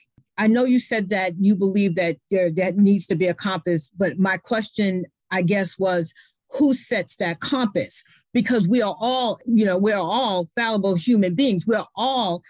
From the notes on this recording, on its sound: This is the audio version of the Zoom Session held on December 4, 2021.